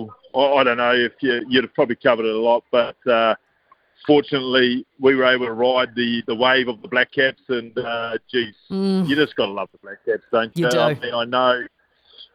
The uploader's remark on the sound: live from Australia Zoo